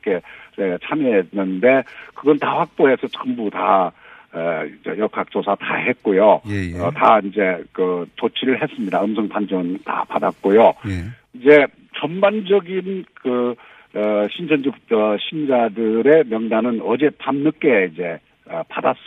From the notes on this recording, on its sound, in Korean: 전화연결.